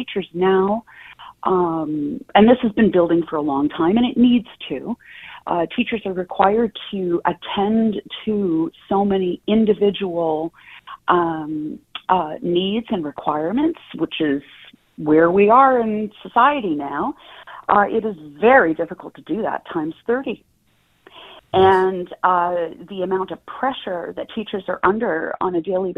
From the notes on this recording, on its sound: Teachers call in to tell us how they’re doing this year.